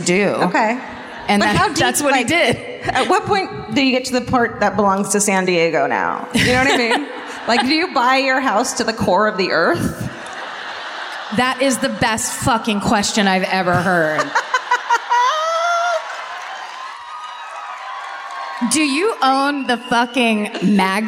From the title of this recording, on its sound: Live at the Civic Theatre in San Diego, CA